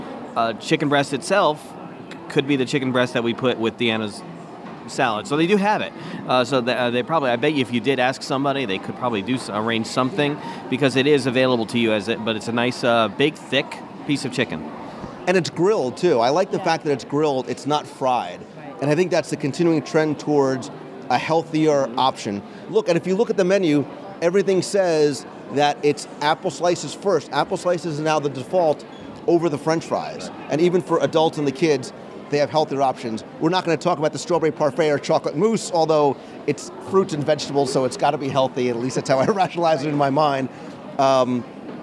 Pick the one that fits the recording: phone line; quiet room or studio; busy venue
busy venue